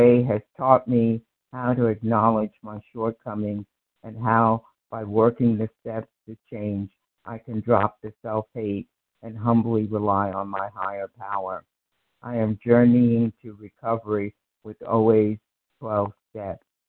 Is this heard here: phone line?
yes